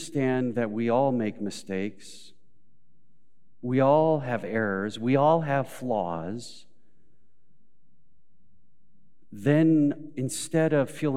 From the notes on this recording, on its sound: Recorded live at Beatitudes Church in Phoenix, AZ